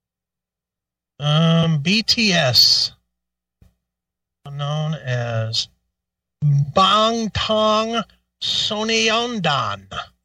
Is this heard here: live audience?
no